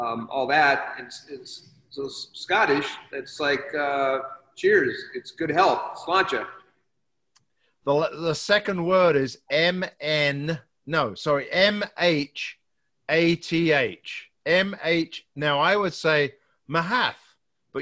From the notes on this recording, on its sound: on a Zoom call